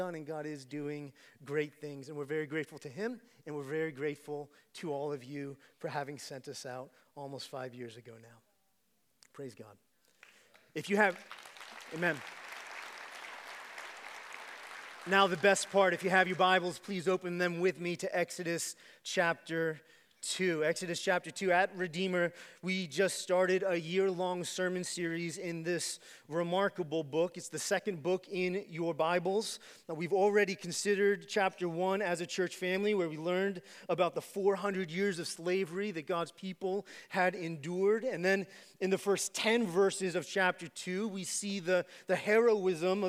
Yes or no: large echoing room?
yes